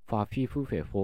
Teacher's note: 習う日本語ではファフィフフェフォっていう唇を使う摩擦音だったと考えられてるんですね